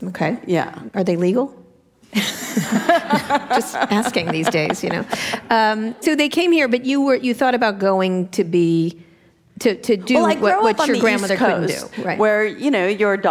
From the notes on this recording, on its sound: In front of a live audience in San Francisco.